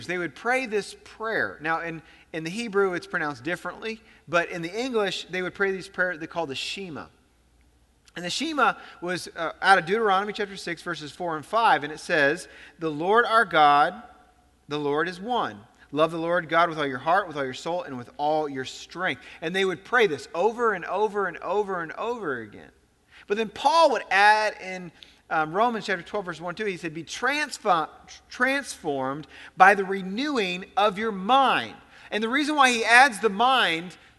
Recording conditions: large echoing room